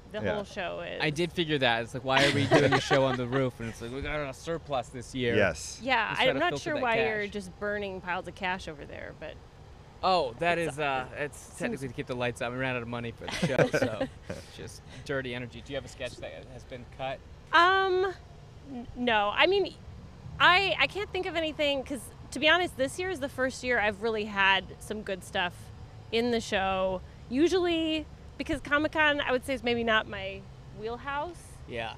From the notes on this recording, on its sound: LIVE from the roof of The Spreckels Theater in San Diego